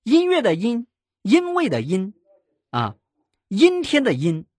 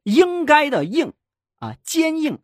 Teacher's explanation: 音和英它是一个前鼻音一个后鼻音